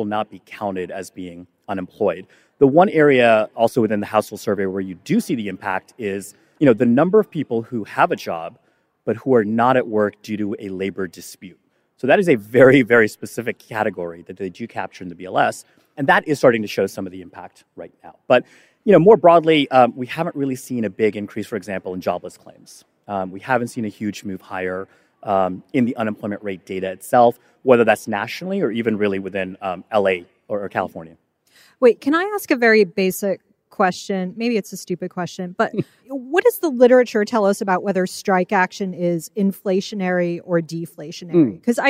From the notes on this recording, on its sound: This special episode of Odd Lots was recorded live at the Bloomberg Screentime festival earlier this month in Los Angeles.